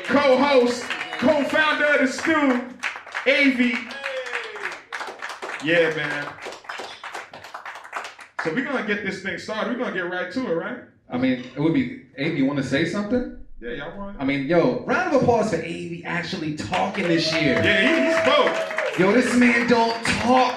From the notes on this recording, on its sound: The Beat Club Podcast LIVE stopped by Maggy's Lounge in Quincy, MA, to put on our monthly live show for producers. New faces & new beats were in the building during our open producer showcase.